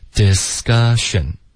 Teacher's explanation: Discussion,科的音，我们浊化为歌